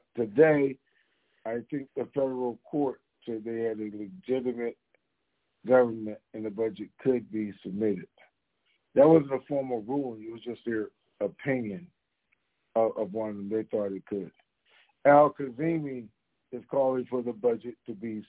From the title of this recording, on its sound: TNTSuperfantastic Conference Call - April 11, 2022